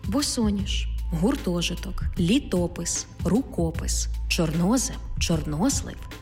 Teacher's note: Наголошений звук «о» в складних іменниках із двома коренями.